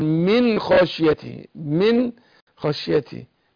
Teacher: هنا اظهار من خشيته على طول، ما فيش ايه غنى هنا، لان النون دي الخاء دي من حروف الحلق، وهي ايه والنون من طرف اللسان، فالبعد المخرج خلانا لازم نصغر النون عند الايه عند الخاء، فاقول من خشيتي، من خشيتي.